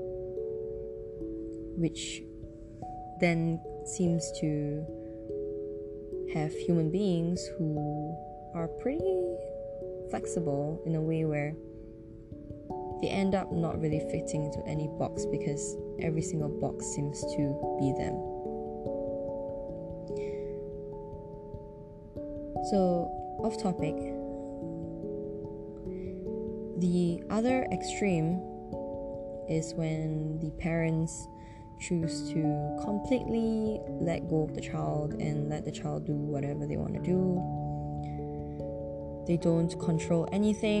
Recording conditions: uneven or low level